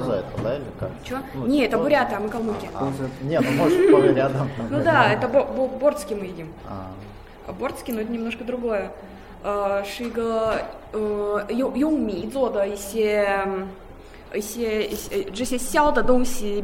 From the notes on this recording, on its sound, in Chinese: 这次为大家播放的是莫斯科中国俱乐部活动的录音节选。在我们的俱乐部中，俄罗斯人讲汉语，中国人说俄语哦！